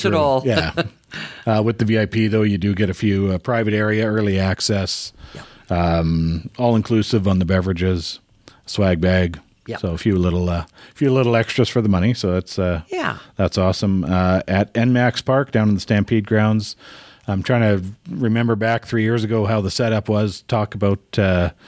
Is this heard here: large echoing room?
no